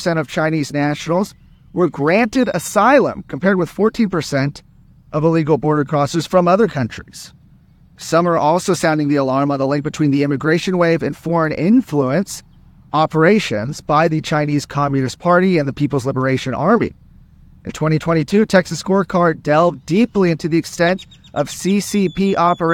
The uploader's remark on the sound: Reports live from Shelby Park one month after the Supreme Court allowed federal officers to cut down Texas’ border barriers.